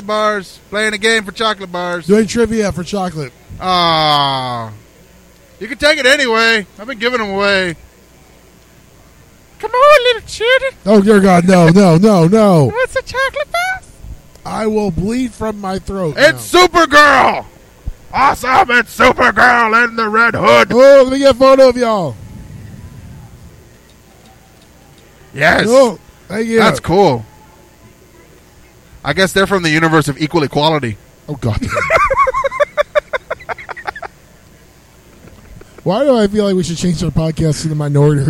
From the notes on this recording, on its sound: We did our show live from the floor on day 2. Comicpalooza 2016 - Live From The Floor On Day 2.